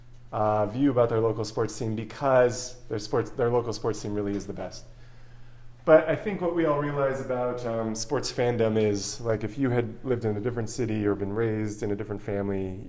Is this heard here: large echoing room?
yes